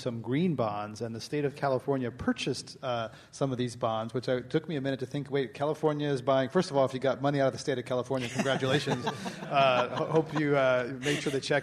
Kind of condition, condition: setting, live audience